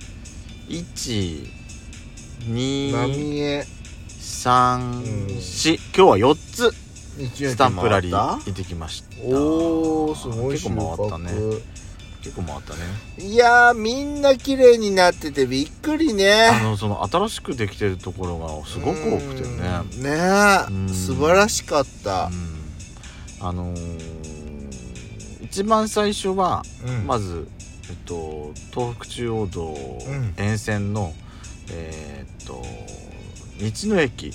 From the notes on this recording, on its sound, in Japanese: パーキング収録